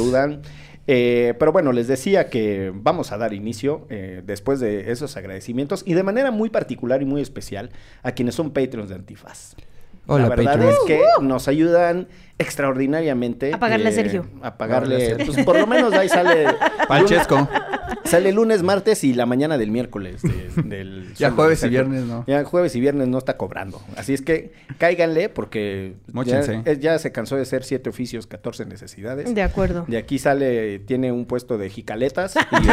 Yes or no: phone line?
no